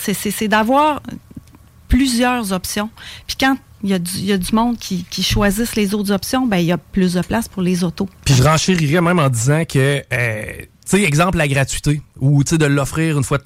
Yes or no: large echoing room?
no